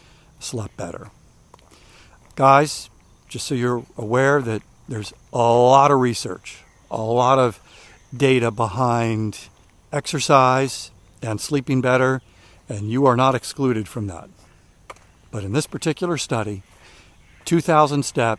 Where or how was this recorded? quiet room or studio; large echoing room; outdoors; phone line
outdoors